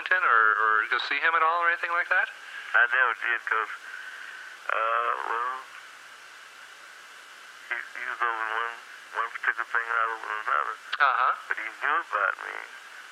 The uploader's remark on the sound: Phone call.